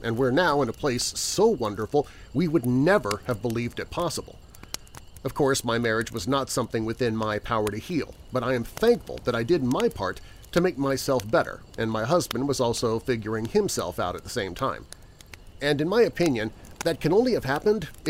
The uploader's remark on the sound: Once a month I come to you without the fancy production and creepy music, and it’s just you, me, and this campfire with whatever Mother Nature wants to send our way for background noise. Background music provided by Alibi Music, EpidemicSound and/or AudioBlocks with paid license.